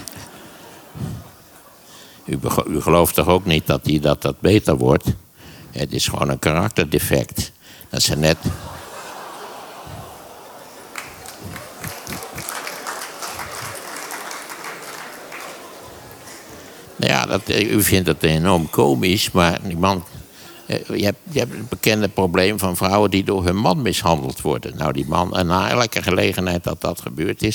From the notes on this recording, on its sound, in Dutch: In de live podcast tijdens de Dag van het Praktijkonderwijs in Bussum. De twee gaan met de zaal in gesprek.